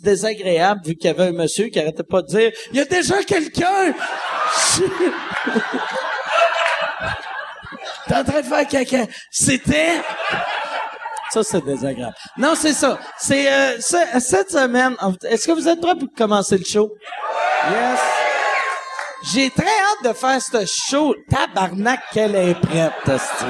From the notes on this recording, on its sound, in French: Enregistré devant le public de Québec au ComédieHa!